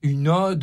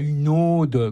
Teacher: Une ode, ODE, ça se dit avec un O ouvert · Shown in: first take · et pas une ode, comme on entend dans le film, comme le prénom, avec, comme si c'était un O fermé.